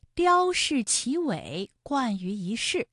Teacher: 一世的一它也是一声，不过呢，它在这里做变调处理，读二声了